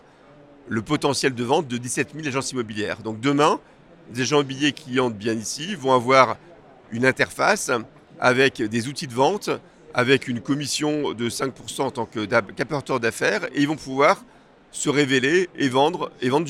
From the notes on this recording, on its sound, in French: Cette interview a été enregistrée en live du Salon RENT.